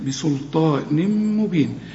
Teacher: وهنا كمان اللام مرققة، قول لي بسل، شوف الأول قول بسل وبعدين الطاء المفخمة وحنمدها وبعدها ألف